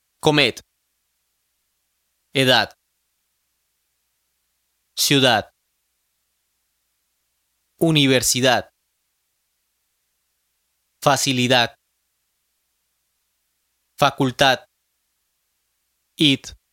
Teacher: at the end of a word, the D still sounds like the TH in lather, but it is even weaker or breathier.